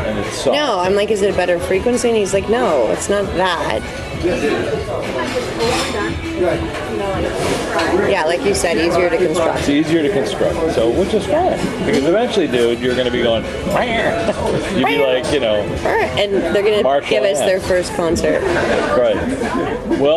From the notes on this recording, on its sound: They'll forgive the noisy cafe that we recorded some of this.